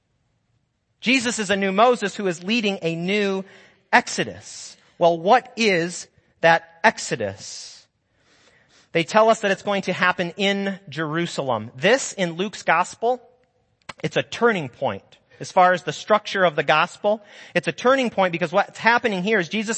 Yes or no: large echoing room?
yes